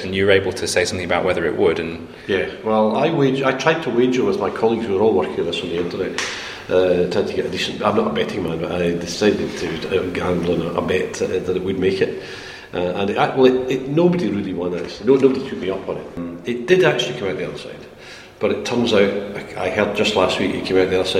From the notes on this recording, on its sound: We bring you four bite-sized chunks of the National Astronomy Meeting in Manchester, recorded each day during the conference. Joint UK-Germany meeting.